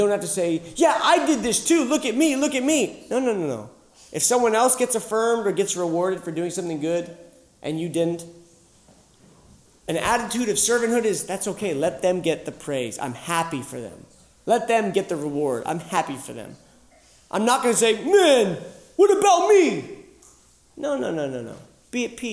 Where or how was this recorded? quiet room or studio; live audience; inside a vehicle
live audience